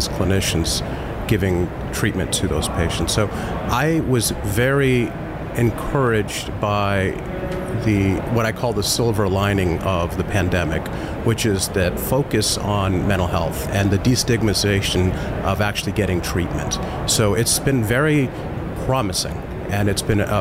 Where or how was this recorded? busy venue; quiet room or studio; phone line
busy venue